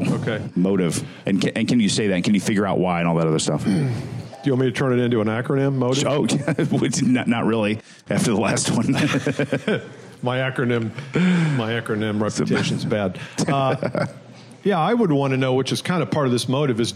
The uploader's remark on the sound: Host a special LIVE recording in Indianapolis Indiana.